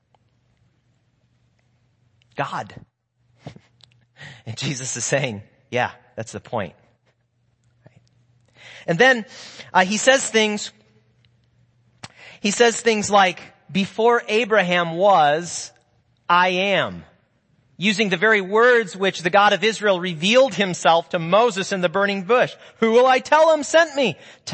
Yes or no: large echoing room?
yes